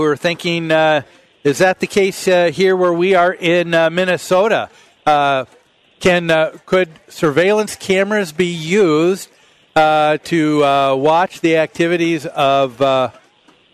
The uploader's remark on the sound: Live at the MN State Fair